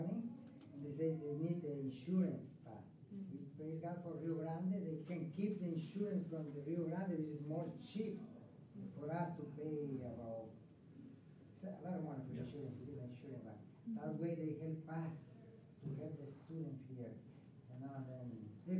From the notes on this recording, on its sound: This session was recorded at the FLD Spring Leaders Conference in 2022.